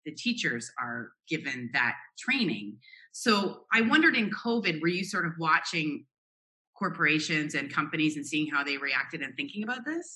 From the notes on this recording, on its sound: Zoom chat. Who is located in Jeddah.